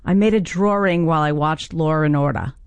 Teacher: the intrusive R, which is where you get an R sort of just stuck in the middle of places that never had one